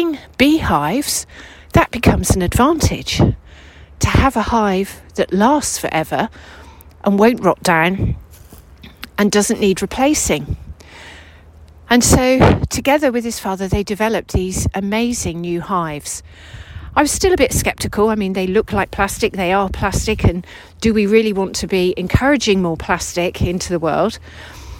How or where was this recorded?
outdoors